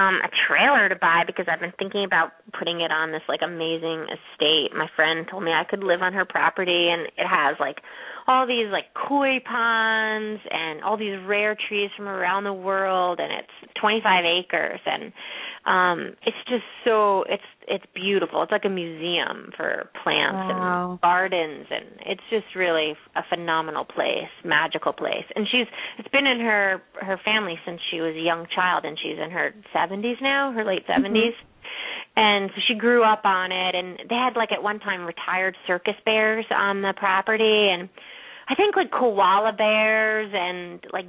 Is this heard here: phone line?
yes